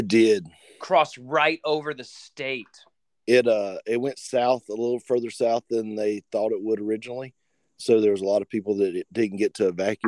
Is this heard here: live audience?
no